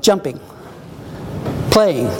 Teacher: It's a strong syllable, short, followed by a weaker syllable · Term: speech rhythm